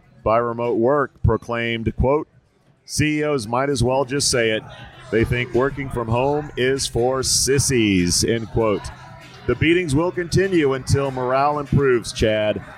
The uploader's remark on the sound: Beer and Podcasting in Las Vegas. Live episode from a Vegas dive bar.